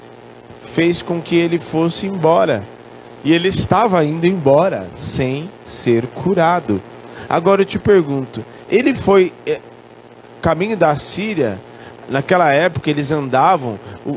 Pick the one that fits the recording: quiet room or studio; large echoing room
large echoing room